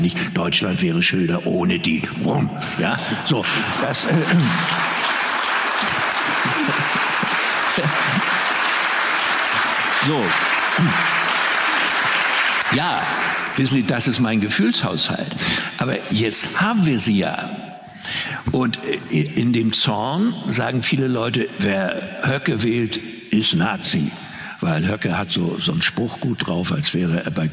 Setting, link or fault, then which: setting, live audience